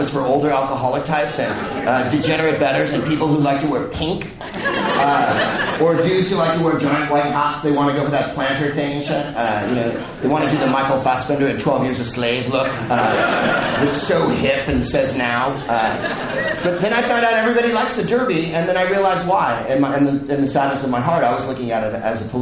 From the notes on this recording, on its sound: Live from the Bell House in Brooklyn, NY